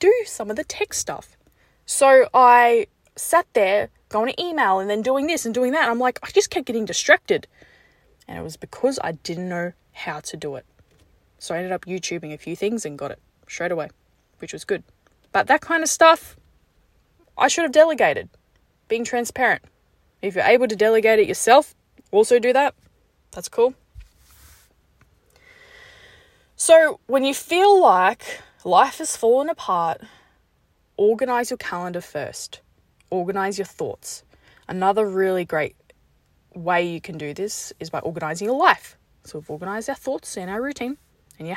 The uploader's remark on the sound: Just got out the gym and recorded this in my car.